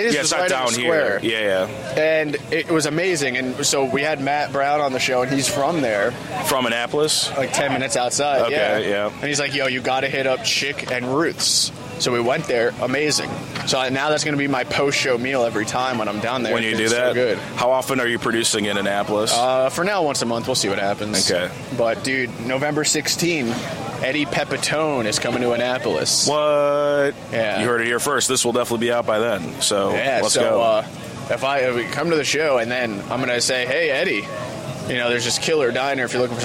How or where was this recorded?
busy venue